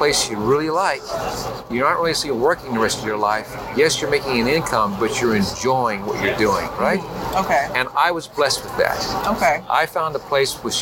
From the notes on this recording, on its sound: Live at ANTEC® 2022.